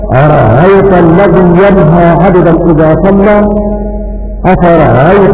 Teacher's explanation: سهل الهمزة في كلمة أرأيت الواقعة بعد همزة الاستفهام